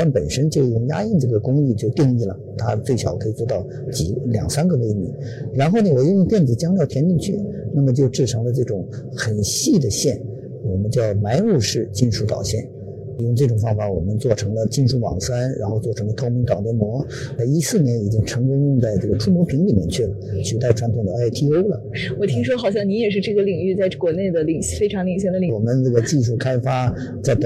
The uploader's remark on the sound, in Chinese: 带您走进2019慕尼黑上海电子生产设备展，为您带来最前沿的现场资讯